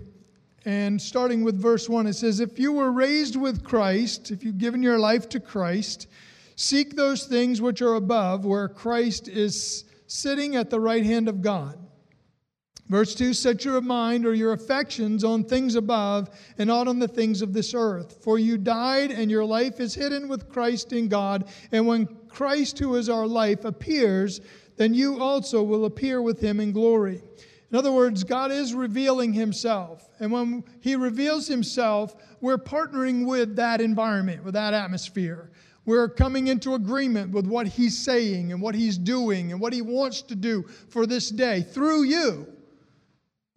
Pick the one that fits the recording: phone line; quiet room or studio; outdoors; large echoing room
large echoing room